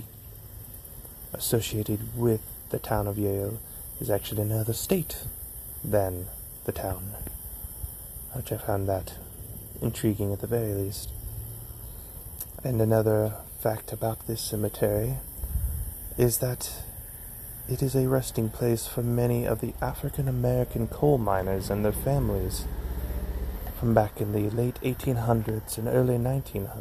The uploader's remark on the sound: Tonight, I come to you from Yale Cemetery in Barton County, Missouri.